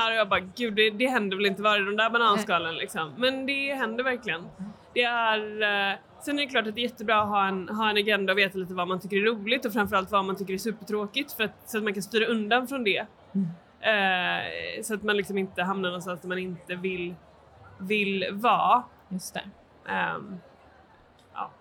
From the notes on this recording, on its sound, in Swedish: Under säsongens första mässa i Stockholm tidigare i år så anordnades en "A cup of"-livepodd i tre delar